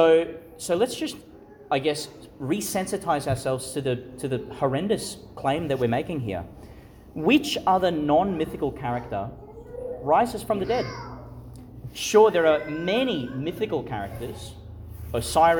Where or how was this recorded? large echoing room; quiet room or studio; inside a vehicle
large echoing room